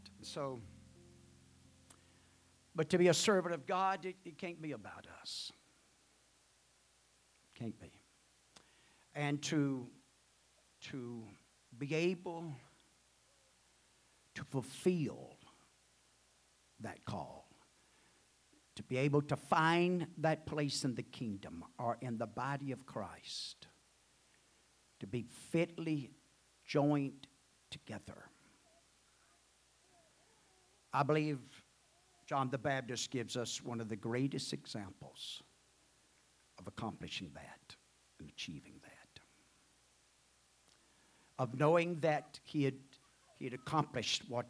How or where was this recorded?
large echoing room